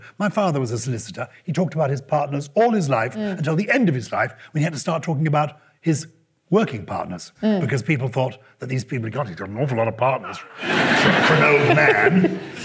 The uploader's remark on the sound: Recorded live at the Oxford Playhouse on Sunday 9th October 2021.